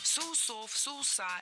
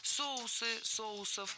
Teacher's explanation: Правильный вариант – соусы, соусов. В этом слове неподвижное ударение на основе, то есть всегда ударяем первый слог. · Shown in: second take